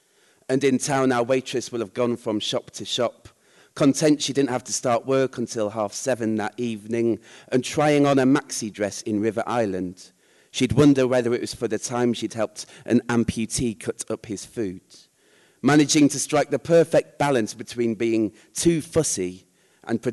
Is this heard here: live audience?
yes